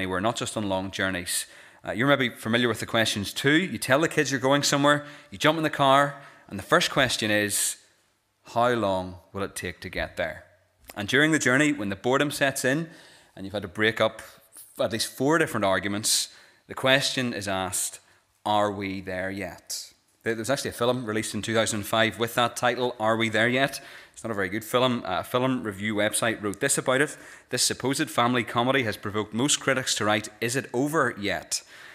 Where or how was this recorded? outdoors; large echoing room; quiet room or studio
large echoing room